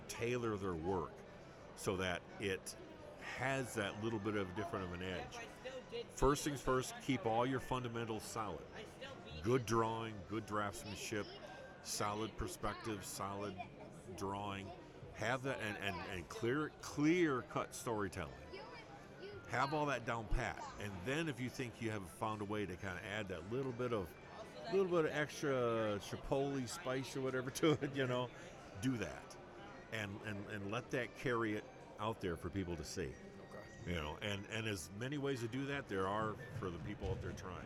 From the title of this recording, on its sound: Live at Downriver Comic-Con (Day 2)